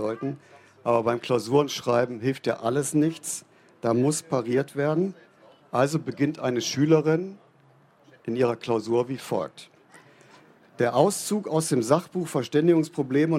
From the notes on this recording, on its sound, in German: 2018 auf der Hauptbühne beim Campfire-Festival in Düsseldorf.